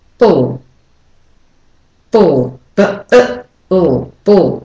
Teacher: the bull has a very quick schwa between the b and the o